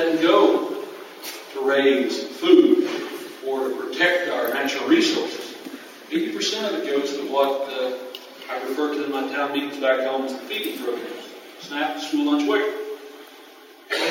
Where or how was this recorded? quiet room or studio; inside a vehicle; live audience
live audience